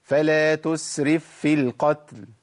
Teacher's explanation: فاء ساكنة التقت بفاء متحركة فوجب إيه؟ التشديد. أقول فلا تسرف في القتل، تسرف في ال، ما اقولش تسرف في القتل، كده انا جبت فاء واحده ما جبتش فاقين. · Term: المشددة